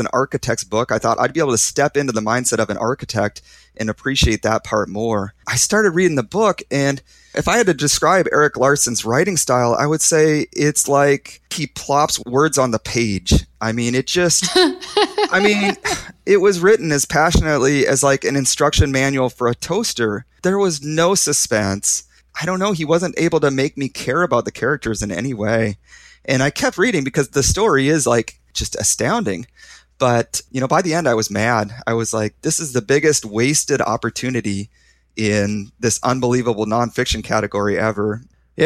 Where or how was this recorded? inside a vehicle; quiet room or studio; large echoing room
quiet room or studio